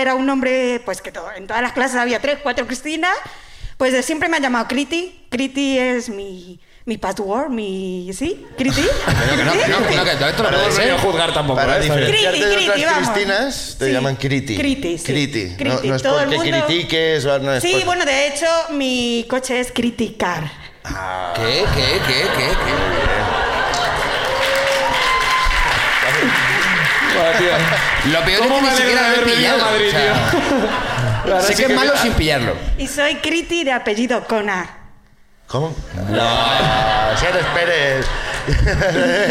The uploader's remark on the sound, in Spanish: El público de Madrid también sube